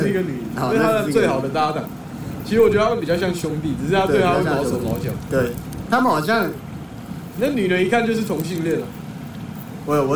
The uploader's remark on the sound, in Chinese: 本集使用設備：iphone 12 mini